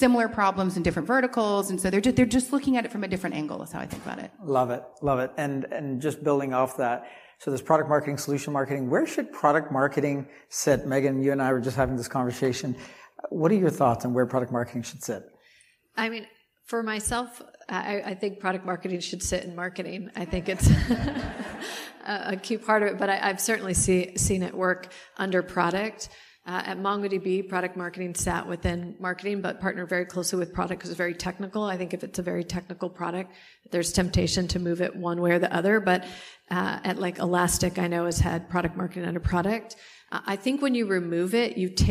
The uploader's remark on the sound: Live from #PavilionCMOSummit2023.